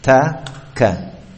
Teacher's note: Kalau ta dan kafnya Arab yang fasih itu ada sifat hamasnya, itu mengalirkan nafas